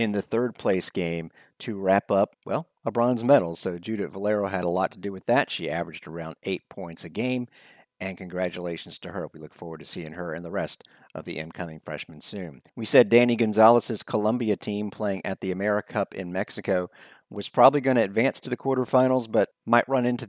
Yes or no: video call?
no